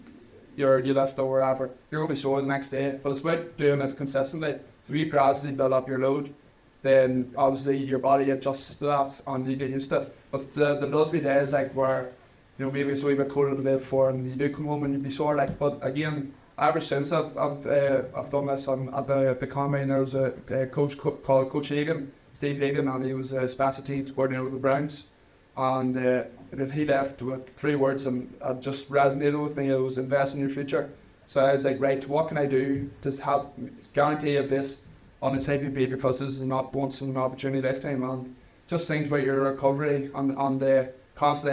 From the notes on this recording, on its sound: Live from the Hill Of The O'Neill in Dungannon